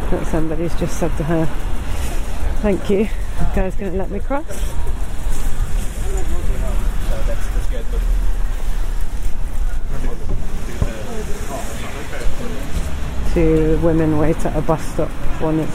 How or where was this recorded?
outdoors